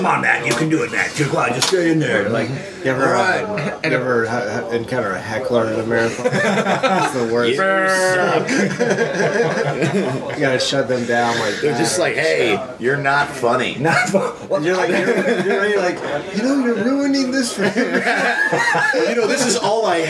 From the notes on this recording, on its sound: at the IHOP in West Hollywood